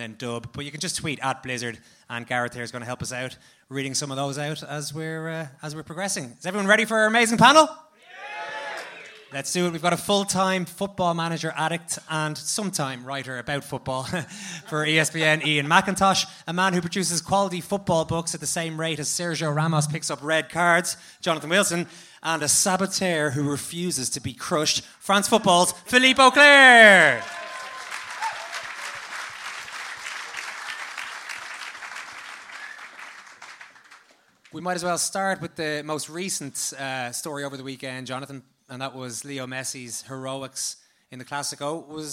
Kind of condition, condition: setting, live audience